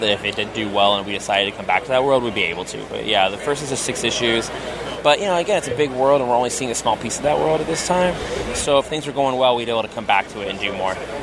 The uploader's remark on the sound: all of which took place at this year’s New York Comic Con from October 6 through 9!